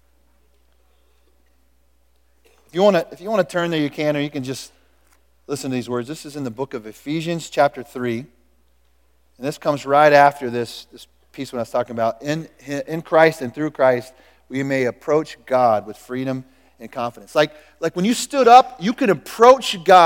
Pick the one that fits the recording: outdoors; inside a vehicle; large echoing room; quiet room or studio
large echoing room